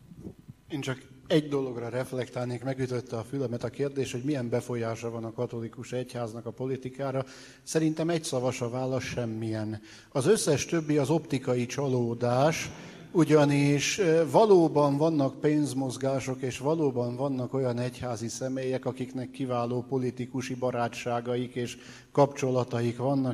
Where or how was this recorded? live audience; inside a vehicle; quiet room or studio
live audience